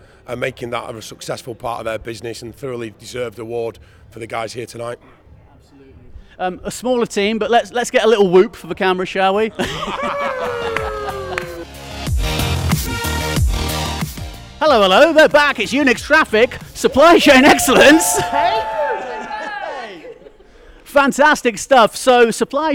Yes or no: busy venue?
yes